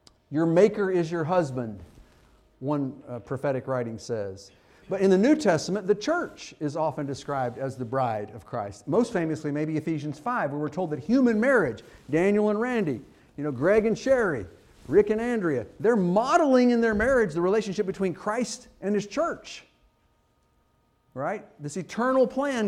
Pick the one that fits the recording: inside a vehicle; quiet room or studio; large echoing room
large echoing room